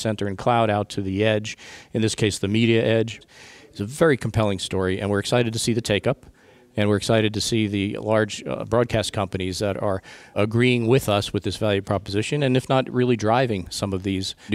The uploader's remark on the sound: Joins Intel live at NAB Show 2017.